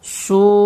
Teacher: Baxın, burada məd hərfi vav vardır və vavdan sonra həmzə gəlmişdir. Bu zaman həmzə də həmin məd hərfi ilə eyni sözə aid olduğu üçün bu, deməli, dammanı 4, 5 və ya 6 hərəkə miqdarında uzatmaq olar. Məsələn, belə su-u və ya su-u və ya su-u.